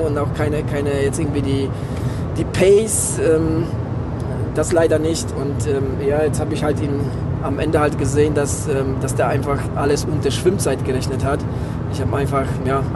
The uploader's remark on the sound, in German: Diese Folge haben wir nach dem Kinzigman Triathlon im Auto auf dem nachhause Weg aufgenommen.